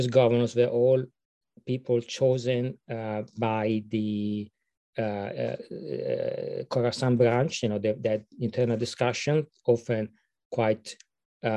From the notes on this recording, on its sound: This public talk was conducted online via Zoom.